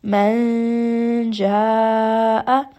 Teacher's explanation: I am going to hide that noon sakin within the makhraj of the next letter, which is the letter jim. · Term: ikhfa